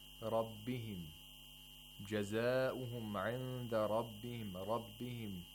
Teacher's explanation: Pay attention to how ra is pronounced with a fatha. It's pronounced with tafkhim. Thickly. With thickness.